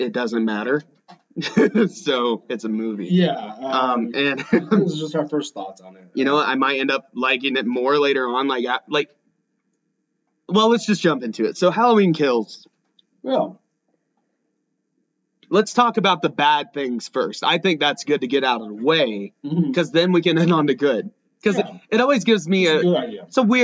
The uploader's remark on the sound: Messed up with our microphones this week, so we apologize about the poor audio quality this episode.